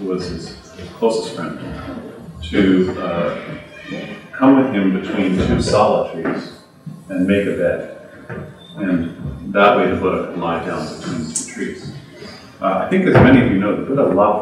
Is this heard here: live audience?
yes